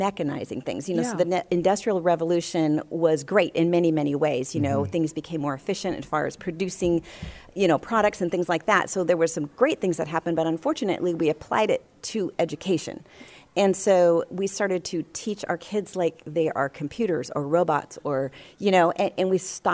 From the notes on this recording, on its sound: LIVE from the 40th Annual Virgina Homeschool Convention